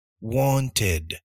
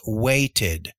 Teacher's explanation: We actually say ed, but it's really pronounced more like id.